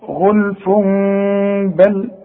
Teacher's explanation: التنوين اللي بيجي دايما بعده به بيحصل اقلاب لهذا التنوين